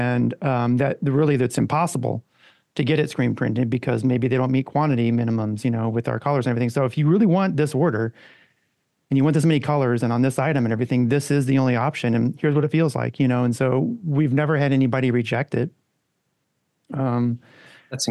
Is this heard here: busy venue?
no